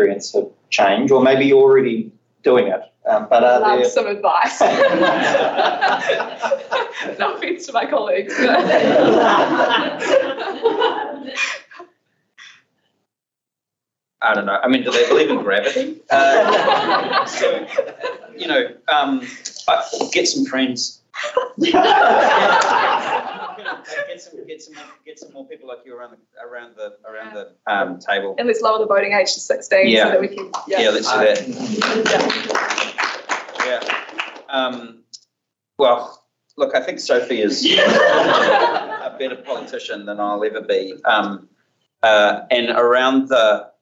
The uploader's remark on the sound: Live event during the Auckland Climate Festival. This Climate Business - Live!